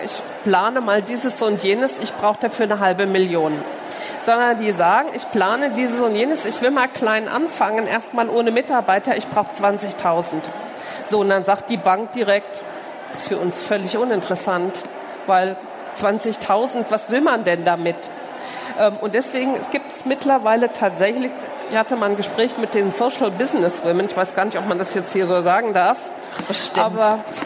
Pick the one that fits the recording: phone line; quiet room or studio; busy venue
busy venue